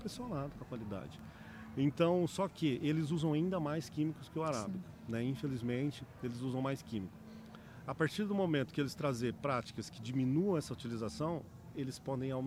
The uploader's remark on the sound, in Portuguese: Os episódios foram gravados durante o Campeonato Brasileiro de AeroPress, que aconteceu nos dias 28 e 29 de outubro em Campinas/SP